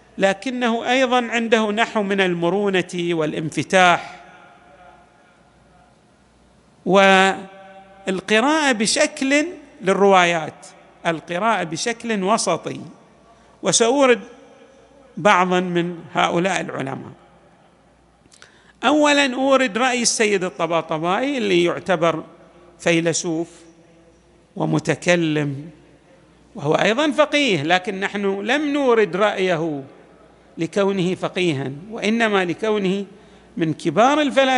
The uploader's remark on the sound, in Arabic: تسجيلات جامع الامام علي عليه السلام الاحساء المبرز